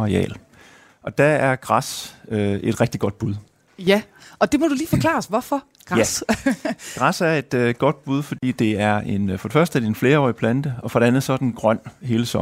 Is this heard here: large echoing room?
no